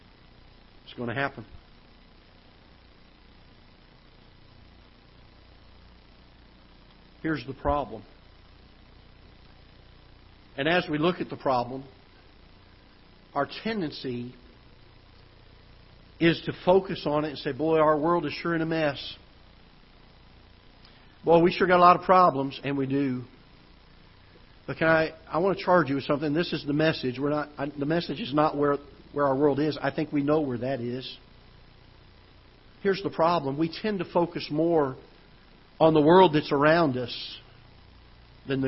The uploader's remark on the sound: Ketha Heights Baptist Church ~ Live Broadcast